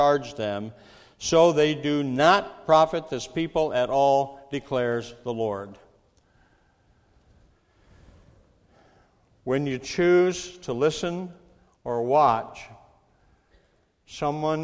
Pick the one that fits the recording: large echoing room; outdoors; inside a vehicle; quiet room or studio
large echoing room